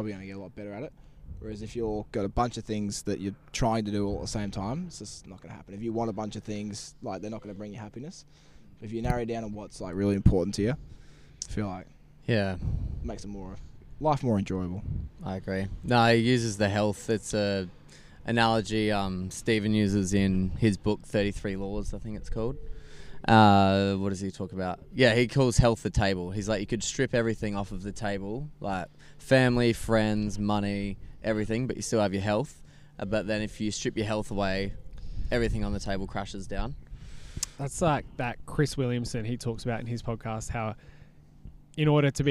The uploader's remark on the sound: we recorded outside